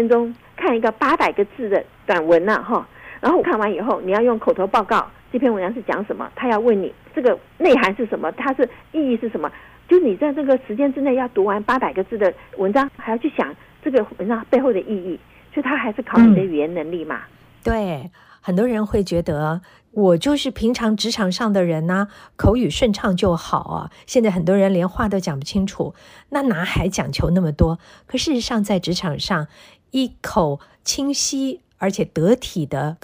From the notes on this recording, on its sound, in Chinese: 因疫情關係，本集節目採電話連線收音，聲音品質請大家包涵。